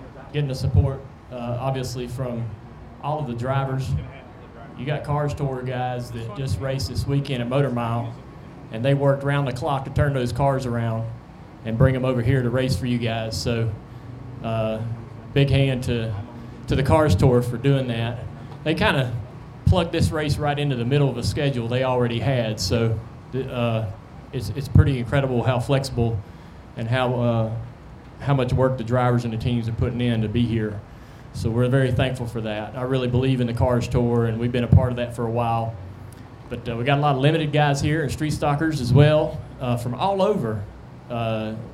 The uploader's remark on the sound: Tuesday Q&A Session Live from North Wilkesboro. We have a special bonus episode live from North Wilkesboro Speedway.